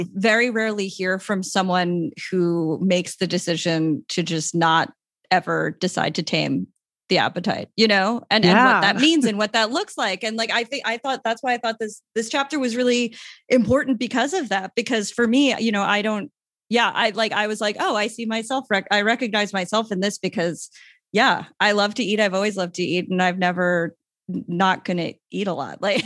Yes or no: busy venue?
no